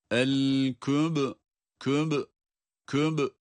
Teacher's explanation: Bu sese biz kalkale diyoruz. Mahrecin depretilmesi, kuvvetli ses çıkarılması.